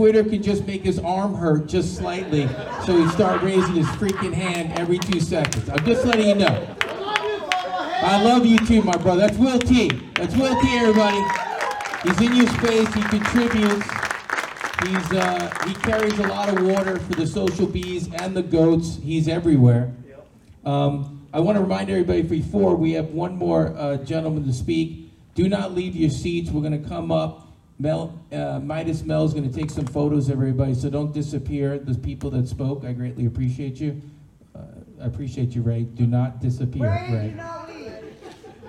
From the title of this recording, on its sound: Pitch Night at NFT Connect - Austin TX. - June 6, 2022 - Open Mic - Part 3